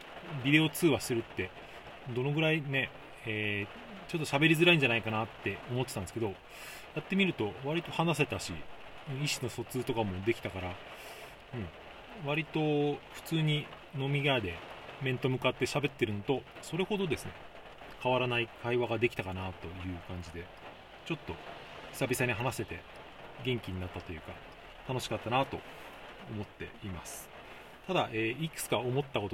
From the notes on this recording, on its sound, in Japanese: 車内収録のため雨の音が入っています。